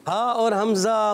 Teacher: ہا اور حمزہ حلق کے نیچے والے حصے سے · Term: حروف حلقیہ